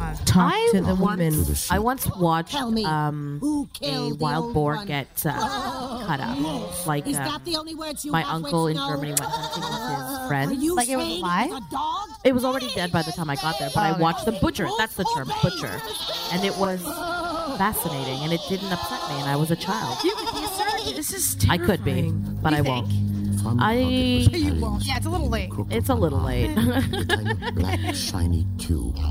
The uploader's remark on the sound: This is an extremely poorly recorded live episode in a shipping container at JFL.